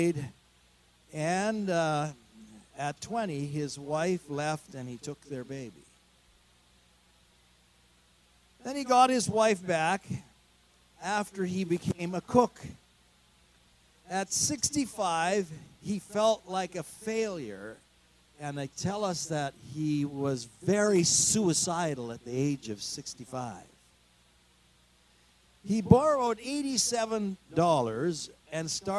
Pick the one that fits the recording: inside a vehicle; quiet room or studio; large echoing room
large echoing room